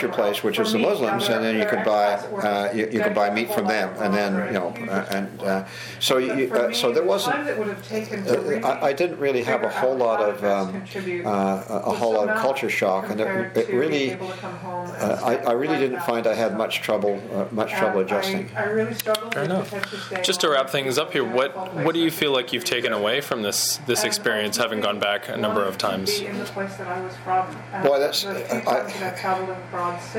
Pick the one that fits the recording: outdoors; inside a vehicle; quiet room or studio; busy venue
busy venue